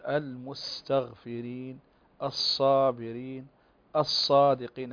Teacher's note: هذا الصوت الذي تسمعه في الصاد والسين هذا هو صوت الصفير